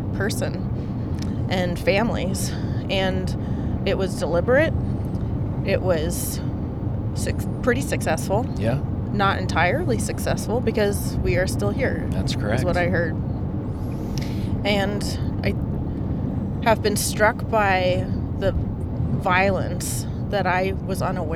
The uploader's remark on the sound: We’re featuring a car ride conversation between two participants in Leadership Montana’s Indigenous Immersion Initiative.